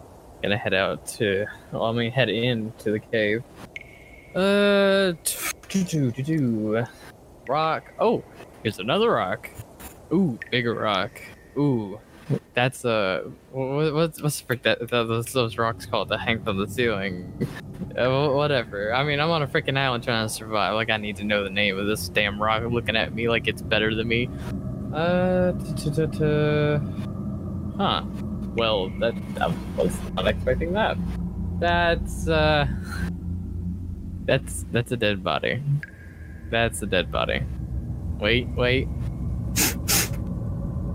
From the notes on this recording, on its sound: weird noises keep coming from outside.